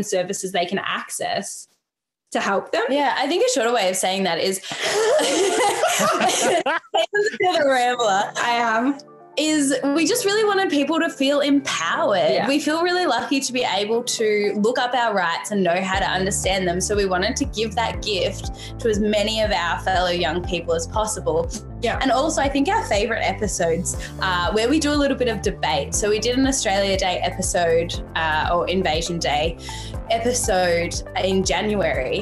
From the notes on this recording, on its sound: This episode was recorded on Zoom.